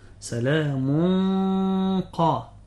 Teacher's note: يفخم الغنة لأن الغنة تابعة لما بعدها تفخيما وترقيقا · Term: تفخيم الغنة